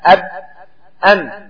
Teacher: الميم من الشفتين والباء من الشفتين